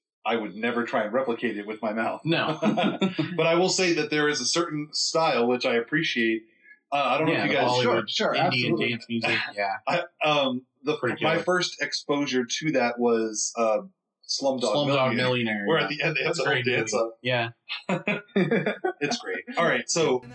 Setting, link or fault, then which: fault, poor sound quality